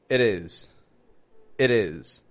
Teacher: It's not a strong D as in D, dad. It's actually a rather soft one. · Term: flap T